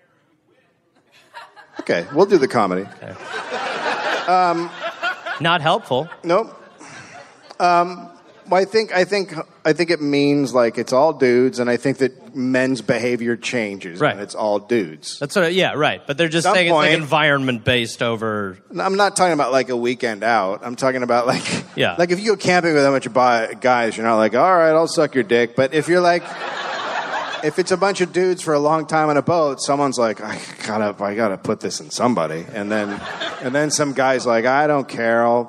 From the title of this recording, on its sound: Live in Charlotte, NC